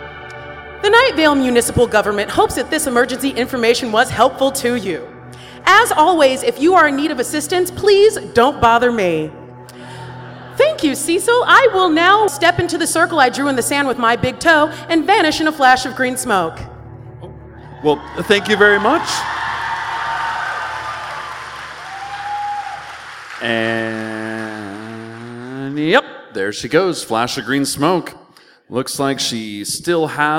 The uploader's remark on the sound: An excerpt from our new touring live show